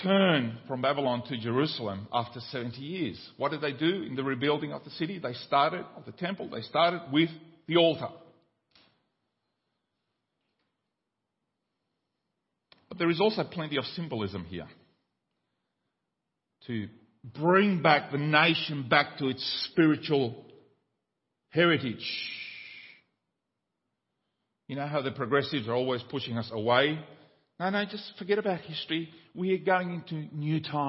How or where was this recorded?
large echoing room